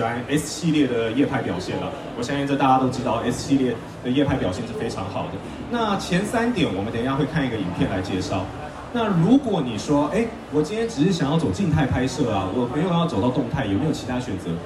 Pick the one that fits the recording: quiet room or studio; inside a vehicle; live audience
live audience